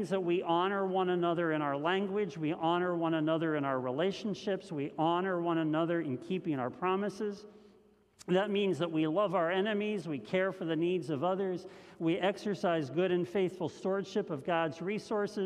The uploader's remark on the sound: This message was first preached on February 28th 2021 at Linglestown Life Church in Harrisburg PA.